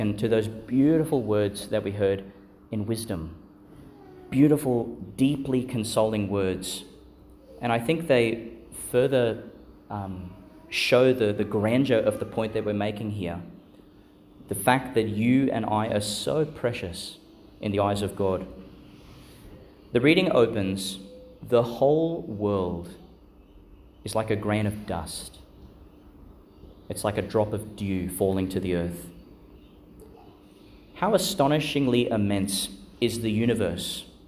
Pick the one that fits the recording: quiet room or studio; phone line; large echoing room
large echoing room